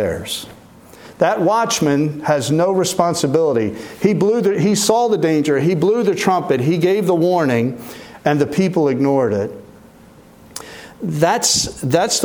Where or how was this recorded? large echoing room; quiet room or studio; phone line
large echoing room